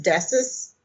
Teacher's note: when I do the plural of desk, then it becomes deses because that extra vowel is needed to kind of keep that CVCV pattern.